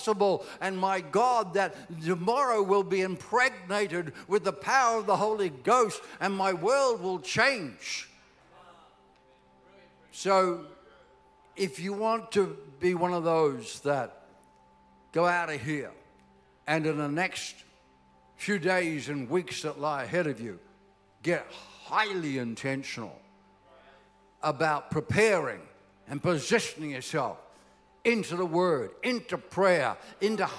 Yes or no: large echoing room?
yes